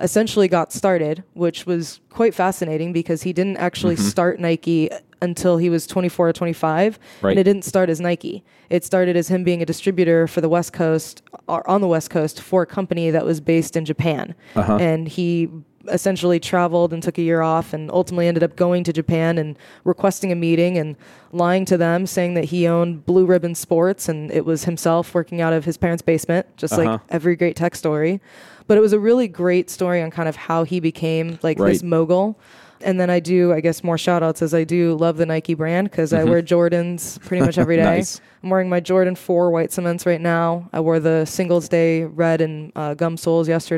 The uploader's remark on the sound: live from the podcast booth at Microsoft BUILD